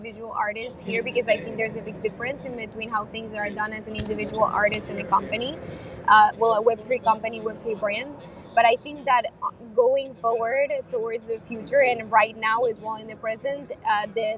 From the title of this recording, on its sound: Live From VeeCon